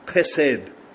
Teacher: so with a guttural H